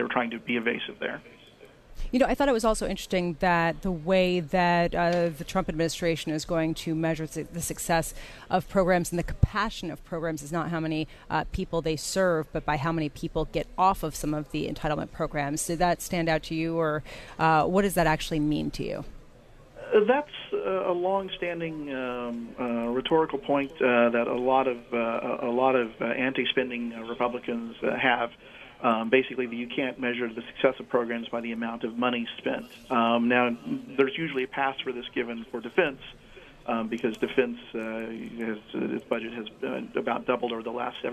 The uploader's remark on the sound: Live from the National Postal Forum in Baltimore, Maryland.